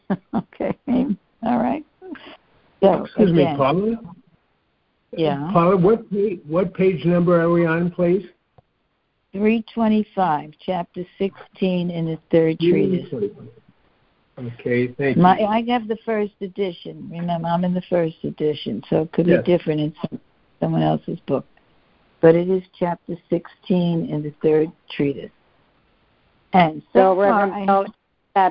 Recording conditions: phone line